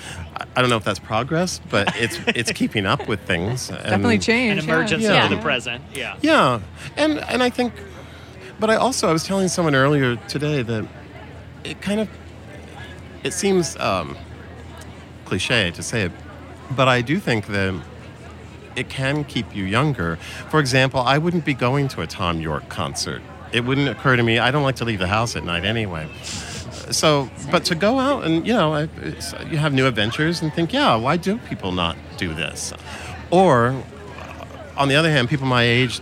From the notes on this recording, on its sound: It's our second show from the Los Angeles Times Festival of Books at USC